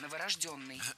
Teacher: Ударение ставим на «ё» в 4-м слоге.